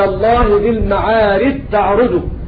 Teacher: أضغمت الجيم في التاء فسقط مخرج الجيم وسقطت صفاتها من جهر وشدة وقلقلة